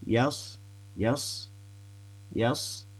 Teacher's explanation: huruf sad sukunnya itu tebal, huruf ya fathahnya tipis. Jadi huruf tipis dulu, kemudian baru ke huruf tebalnya.